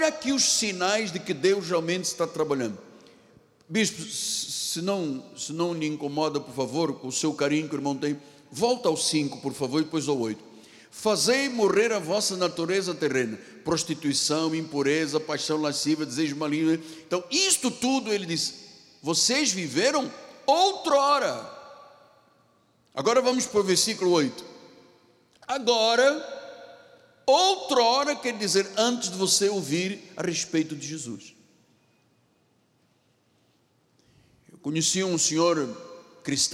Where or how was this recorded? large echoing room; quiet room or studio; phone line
large echoing room